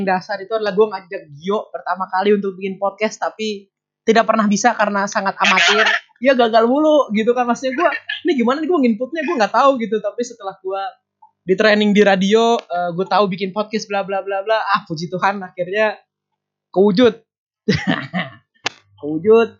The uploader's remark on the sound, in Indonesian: Ini podcast perdana yang dilakuin tanpa ada orangnya langsung alias lewat call Whatsapp! Udah pake audio seadanya, putus-putus pas di call, ehh banyak gangguannya pula wkwkw.